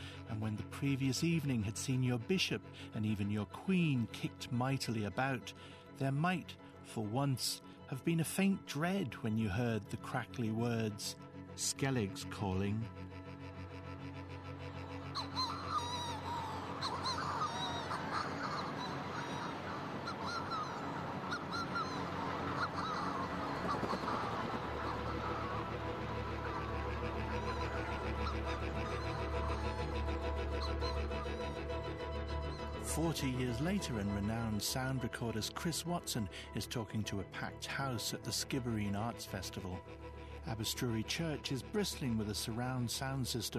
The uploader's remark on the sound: We’re perched on this vertiginous rock, out somewhere in the Atlantic in almost total darkness, with some of the strangest sounds you’ll ever hear in Western Europe all around us… Skelligs Calling is a beautiful sonic portrait of Skellig Michael.